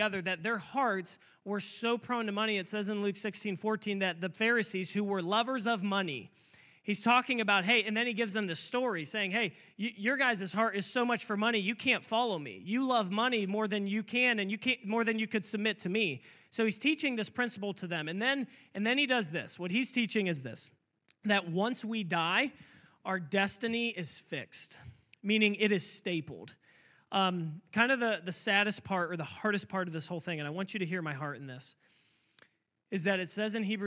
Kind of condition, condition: setting, large echoing room